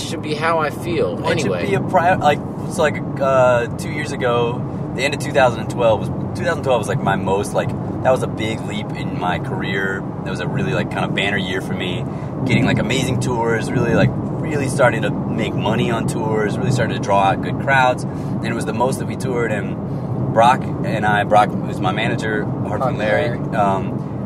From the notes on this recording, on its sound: While on tour together in Florida, the three rappers take some time out of a drive.